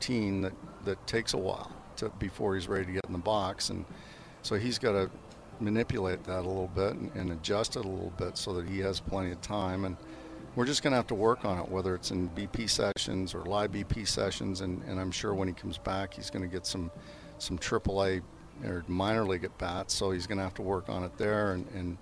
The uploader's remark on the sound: Live from Clearwater and Phillies Spring Training